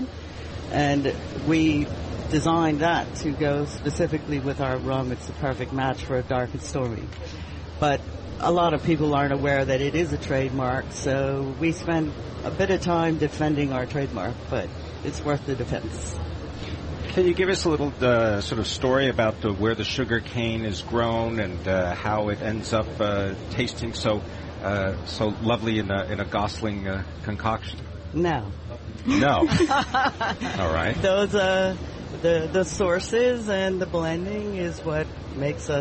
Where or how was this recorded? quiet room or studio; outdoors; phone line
outdoors